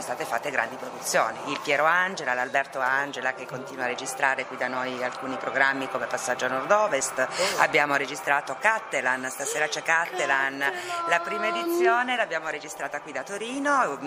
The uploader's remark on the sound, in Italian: Questa puntata è stata registrata direttamente all’interno del museo RAI e include oltre all’ambientazione sonora anche le interviste al personale